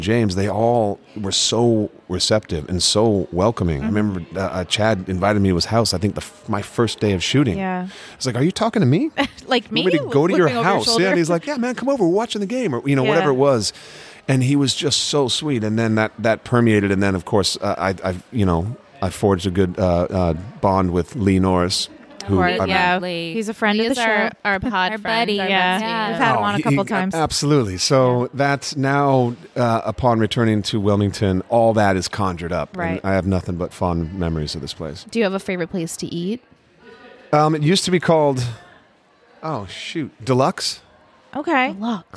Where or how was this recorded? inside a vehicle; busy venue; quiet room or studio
busy venue